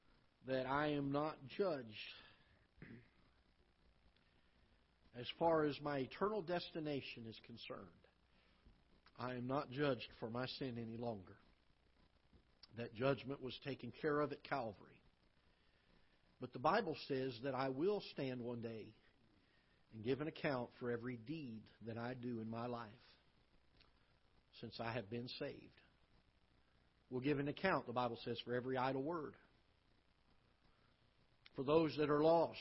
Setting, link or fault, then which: setting, large echoing room